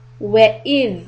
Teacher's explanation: tip of the tongue, out for letter ذَال and hold the sound